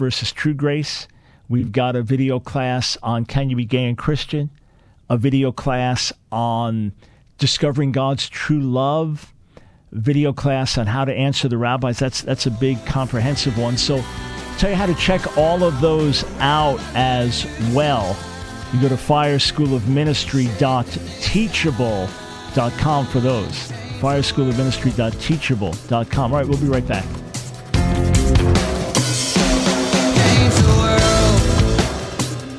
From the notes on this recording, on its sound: Takes Your Calls Live from New York City